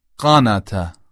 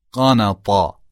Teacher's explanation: مثلا میگم قانتا، قانتا دعا کرد، قانطا ناامید شد، قانطا. ببینید با طا همون ته دو نقطه رو یه مقدار غلیظش میکنم میشه طا · Shown in: second take · قنوت، قنوط، یکیش به معنای دعا کردنه مثل قنوت نماز، دیگری به معنی ناامیدیه.